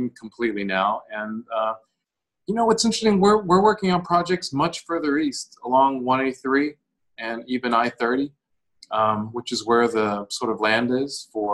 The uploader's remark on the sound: This is episode was recorded remotely on May 20, 2020.